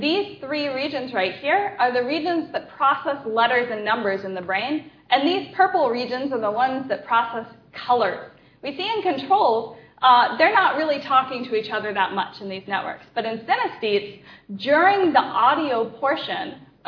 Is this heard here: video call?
no